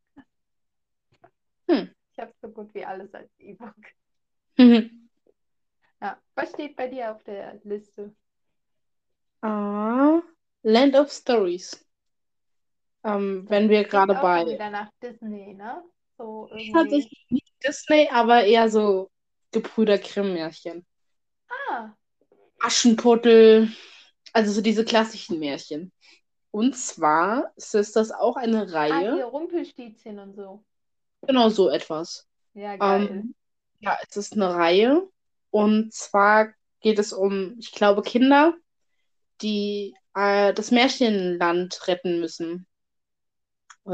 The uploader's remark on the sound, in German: Wir möchten uns für die Ton- Qualität entschuldigen. Durch permanente Verbindungsschwierigkeiten hat der Ton sehr gelitten.